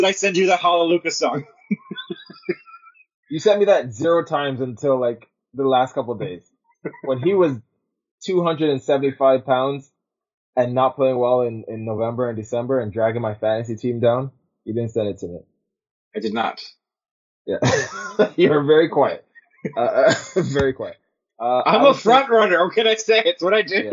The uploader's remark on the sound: We apologize for any audio issues. We are trying out new software.